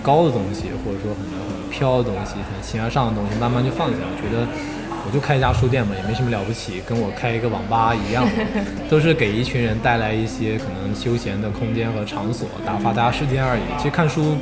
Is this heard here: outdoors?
yes